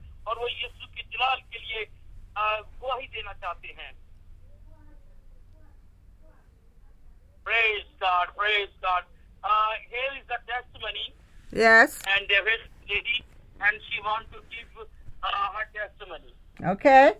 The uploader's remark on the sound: Speaking via phone to group in Pakistan.